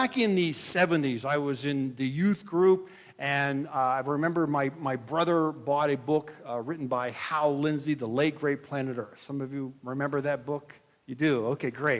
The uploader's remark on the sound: This is a message that I delivered on Nov 26, 2023 at Midway Mennonite Church in Columbiana, OH